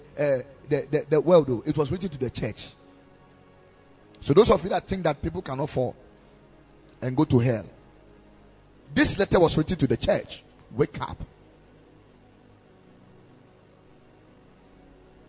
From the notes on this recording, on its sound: Preached at the Ekklesia Chapel